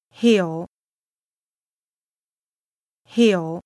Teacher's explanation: Notice the falling, rising tone in this word.